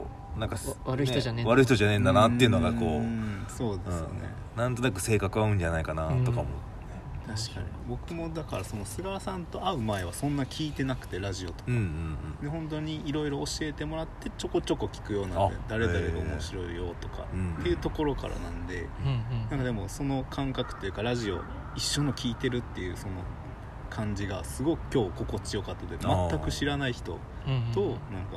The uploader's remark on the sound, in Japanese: もりのみやキューズモールでの営業終了後に収録した。今回は野外での収録だったので一部お聞き苦しい箇所があるかもしれません。